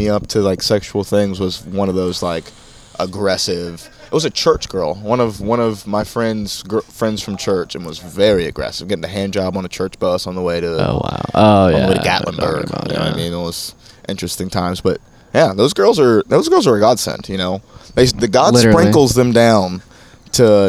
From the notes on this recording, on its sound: Banter before the Shantytown Pub Open Mic